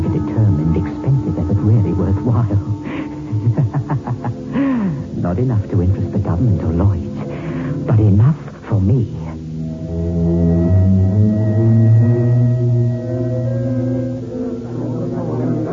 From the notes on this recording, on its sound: Audio resolution is a little less than desirable.